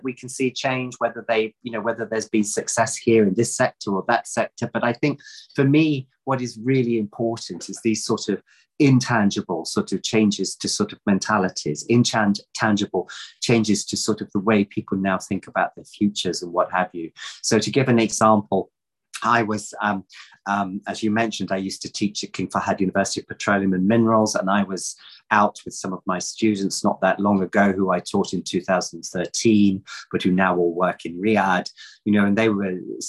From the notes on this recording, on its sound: This public talk was conducted online via Zoom